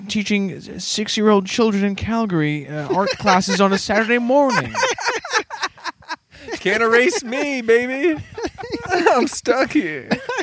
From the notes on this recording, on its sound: recorded late at night around a blazing campfire in the woods